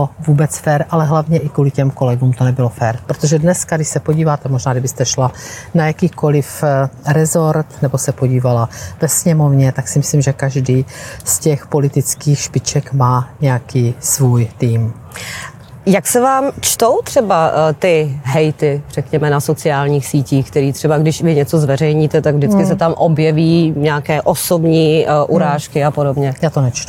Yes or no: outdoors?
yes